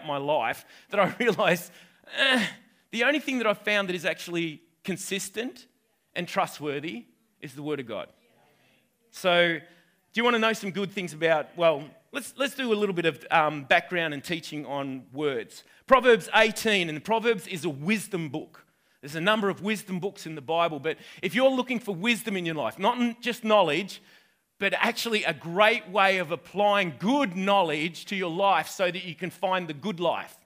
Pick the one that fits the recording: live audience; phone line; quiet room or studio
live audience